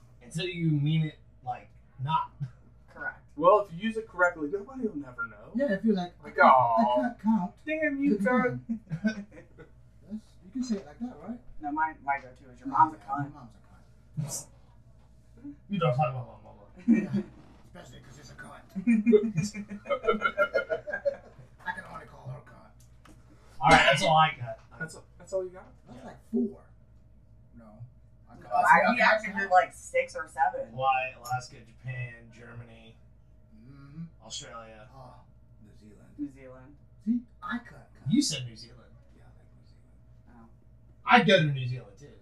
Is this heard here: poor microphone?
yes